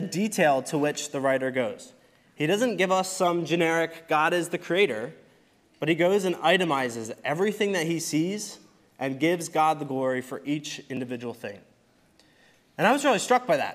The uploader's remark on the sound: Recorded service from November 26, 2023.